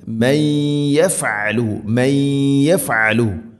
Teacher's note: മൈ യഫ്അലു, മൈ യഫ്അലു, നൂനിനെ അവ്യക്തമാക്കി അഥവാ നൂനിനെ യാഇലേക്ക് ഇദ്ഗാം ചെയ്ത് കൂട്ടിലയിപ്പിച്ച് മണിച്ചുകൊണ്ട് ഉച്ചരിക്കണം. അതാണ് ഇദ്ഗാം ബിഗുന.